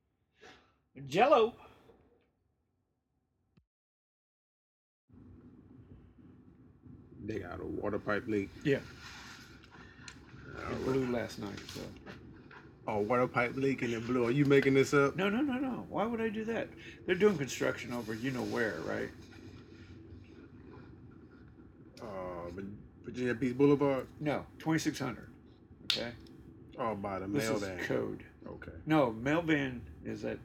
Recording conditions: poor sound quality